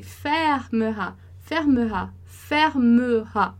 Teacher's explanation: E o segundo E, ele não tem acento, ele vai ser mudo.